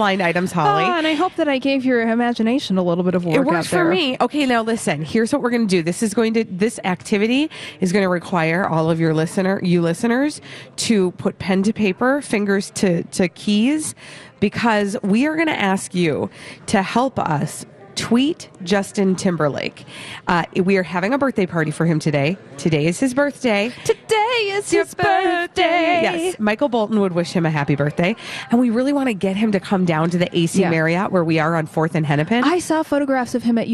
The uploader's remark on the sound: Live from The AC Hotel!